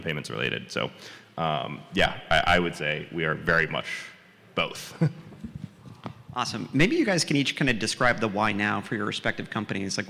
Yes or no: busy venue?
yes